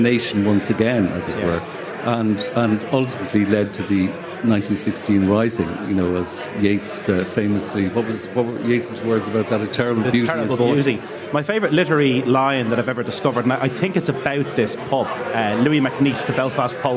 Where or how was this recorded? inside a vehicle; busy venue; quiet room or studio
busy venue